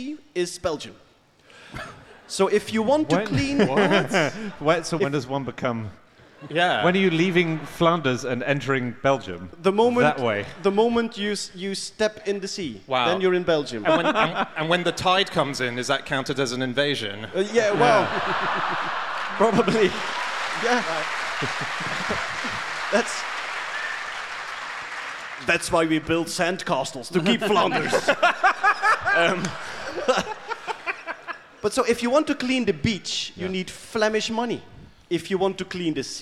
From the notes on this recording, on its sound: Live from the Nerdland festival in Ghent